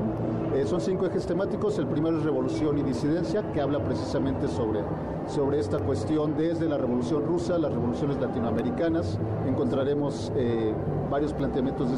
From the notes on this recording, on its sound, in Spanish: Escucha la transmisión especial desde el Festival del Adulto Mayor.